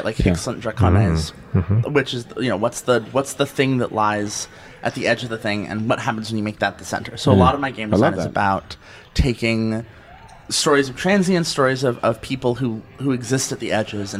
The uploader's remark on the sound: we recorded on the ground at GEN CON this past August